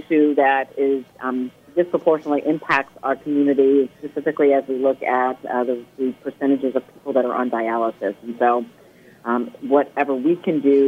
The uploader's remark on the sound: Live from the Home & Garden Show